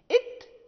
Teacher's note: فحين قلنا إب يعني فالباء من الشفتين، إت فالتاء من طرف اللسان وأصول الثنايا العليا